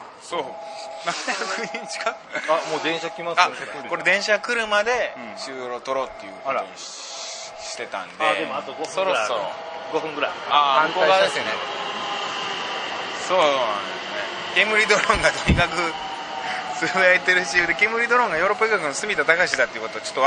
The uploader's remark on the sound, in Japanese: 今週は「月とスイートスポット」栗東公演が行われる劇場さきらからの帰り道に収録。